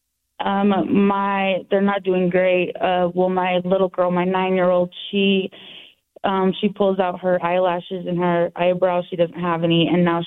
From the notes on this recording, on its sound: This is the raw audio of a phone interview. Serving time on drug charges in the Utah State Prison.